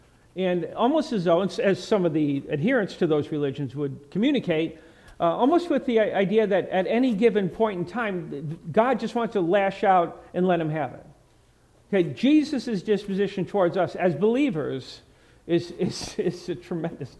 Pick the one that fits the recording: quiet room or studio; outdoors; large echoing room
large echoing room